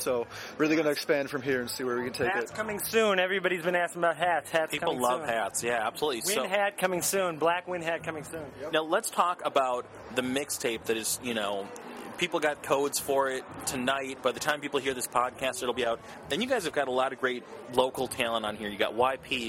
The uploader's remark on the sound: interview recorded at the lifestyle brand's mix tape release party at Beauty Bar